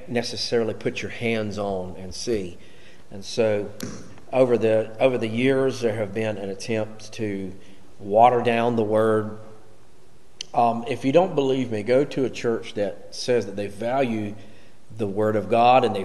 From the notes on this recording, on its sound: Recorded during Wednesday night Bible Study.